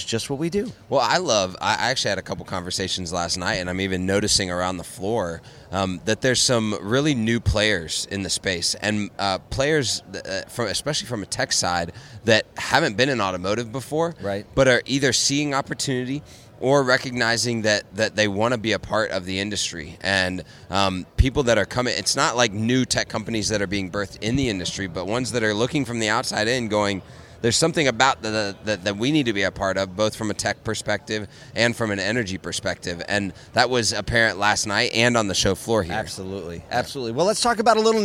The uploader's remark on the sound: LIVE at Digital Dealer, Tampa. We are live at Digital Dealer Tampa.